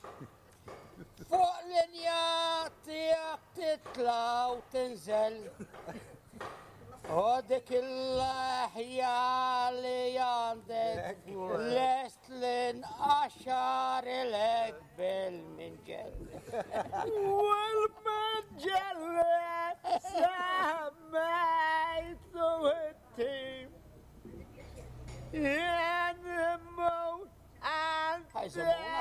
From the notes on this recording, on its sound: Old men singing Maltese folk songs outside a cafe. This is a a chance recording of two old men singing folk songs for my mother when we took her to see the town where she was brought up.